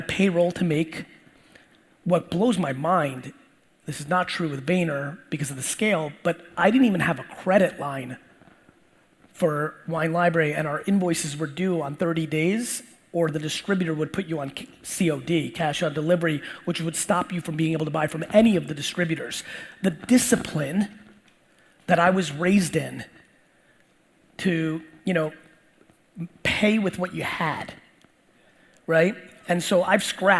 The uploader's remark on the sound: Digital Agency Expo Keynote